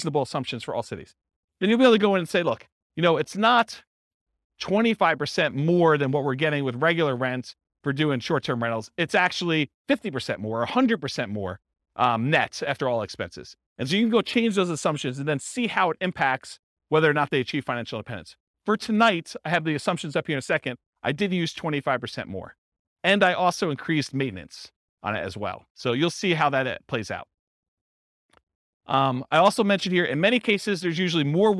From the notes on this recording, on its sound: This was a live class recorded